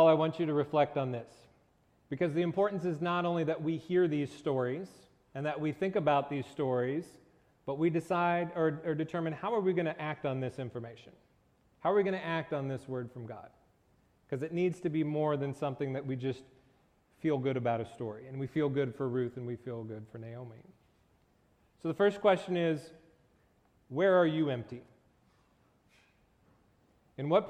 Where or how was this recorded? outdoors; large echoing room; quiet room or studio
large echoing room